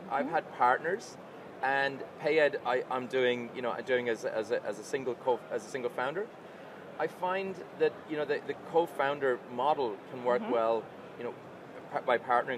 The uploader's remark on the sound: The first episode of our Live Coverage at Money2020 Europe just dropped.